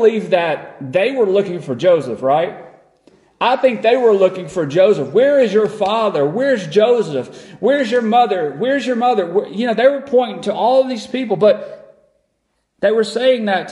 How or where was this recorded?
large echoing room